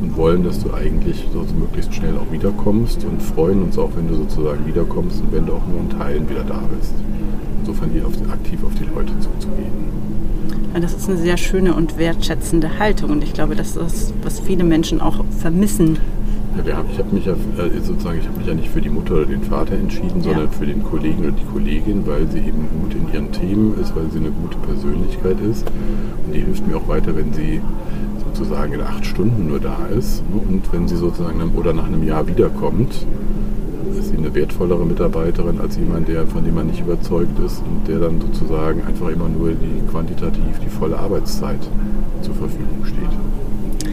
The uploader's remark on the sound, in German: Live-Episode von der ZP Europe